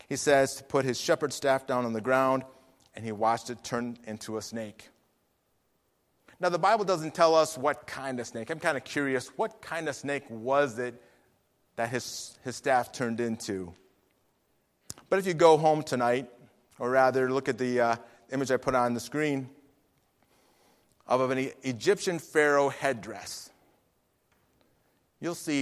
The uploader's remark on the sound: Faith Baptist Church in Hamilton, NJ.